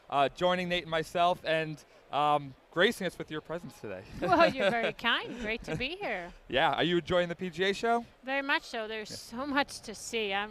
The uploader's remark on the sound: Recorded at the PGA Show in January.